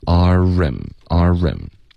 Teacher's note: Arim 的这个 r 的音记得要嘟嘴